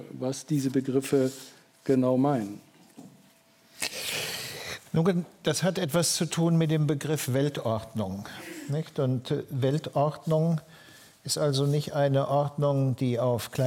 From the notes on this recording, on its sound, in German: im Berliner Renaissance-Theater aufgenommene Buchvorstellung